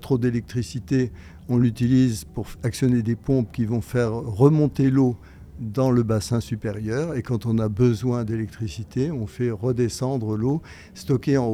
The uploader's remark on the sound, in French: Cette émission a été enregistrée depuis la première édition du festival Double Sciences , au Ground Control, à Paris ! Cette émission a été enregistrée depuis la première édition du festival Double Sciences , au Ground Control, à Paris !